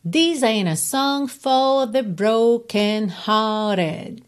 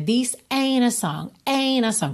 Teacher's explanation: Tem aí consoante oclusiva, por exemplo, T de ain't, que você nem escuta, né? This ain't a song, você vai do N direto pro A.